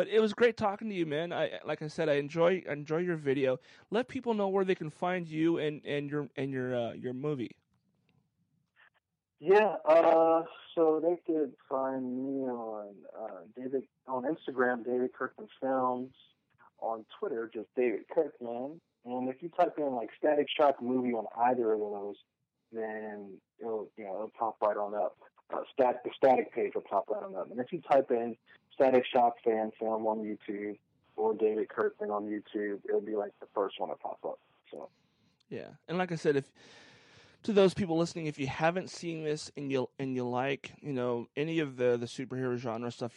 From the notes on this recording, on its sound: On the phone